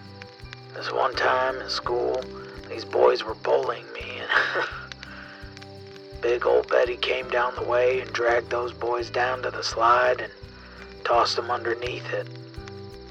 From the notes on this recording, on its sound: kicks back by a campfire and muses into his old tape recorder